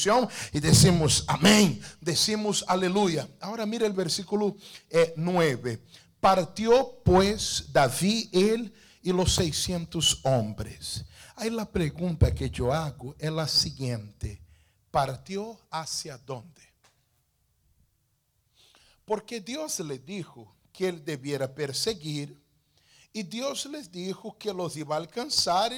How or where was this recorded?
large echoing room